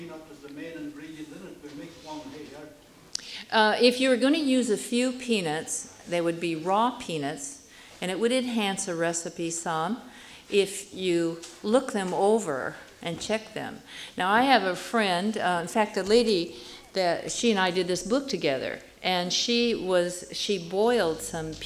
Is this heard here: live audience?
yes